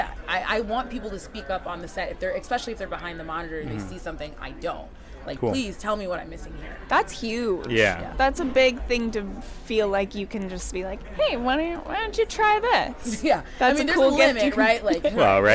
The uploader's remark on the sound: We are live, on-location at the TCL Chinese Theatre for the 19th annual Oscar Qualifying HollyShorts Film Festival.